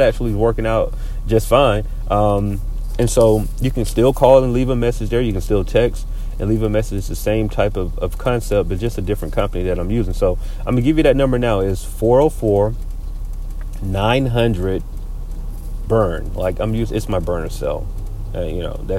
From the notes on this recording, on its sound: This week we record from the car again